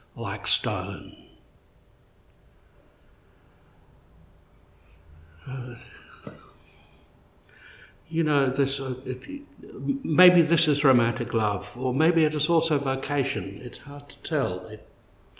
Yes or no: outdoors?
no